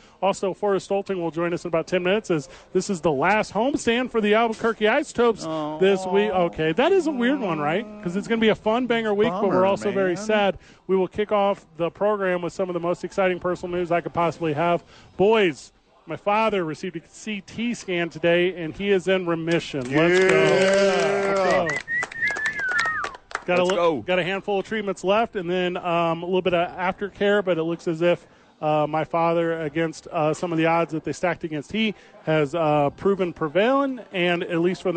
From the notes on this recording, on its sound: live from Howie's for two MNF Games